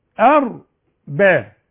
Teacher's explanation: أرقق الهمزة وفخم الراء اللي عليها السكون اللي يكون قبلها مفتوح